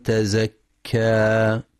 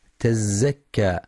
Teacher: ينتبه القارئ برواية حفص في كلمة تزكى لفتح الزاي مع تخفيفها · Shown in: first take · فلا يقرأ تزكى بتشديد الزاي.